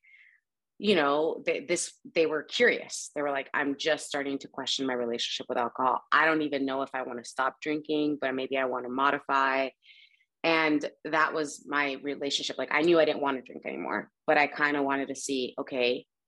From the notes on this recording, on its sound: In Raleigh, NC & Ensenada, MX on Zoom.